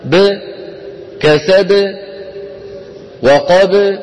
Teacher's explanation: تبدأ الباء الساكنة المقلقلة بشفتين مطبقتين ثم انظروا تبتعد الشفتان. لاحظوا وأعيدها للمرة الثالثة، لاحظوا بأن الذي يبتعد هو الشفتان دون الفكين، انظروا أن الفكين لا يتحركان. · Term: باء ساكنة مقلقلة